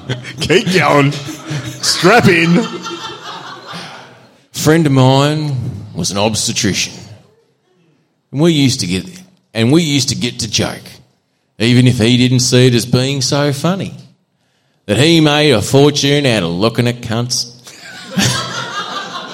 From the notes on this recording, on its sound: We're back for the second half of our 300th live show